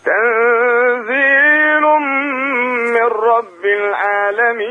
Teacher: قريتك طيبة بس انت سخنت شوية فزادت منك الياء